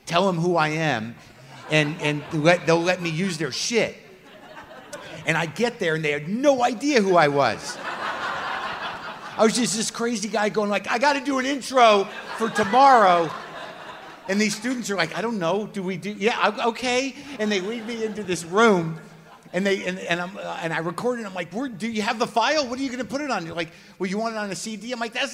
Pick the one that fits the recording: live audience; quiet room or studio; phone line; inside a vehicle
live audience